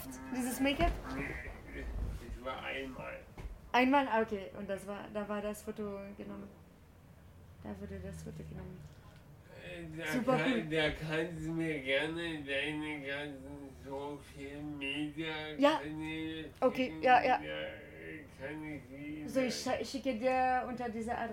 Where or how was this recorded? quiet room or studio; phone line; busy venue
busy venue